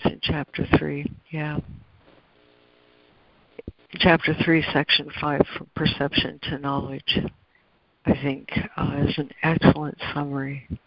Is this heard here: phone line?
yes